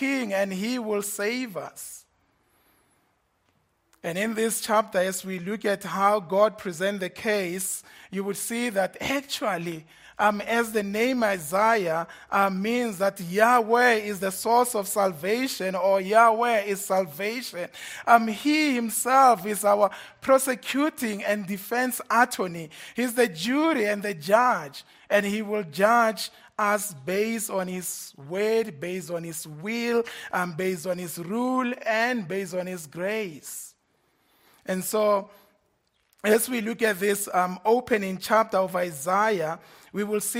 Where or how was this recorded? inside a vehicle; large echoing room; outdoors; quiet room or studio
large echoing room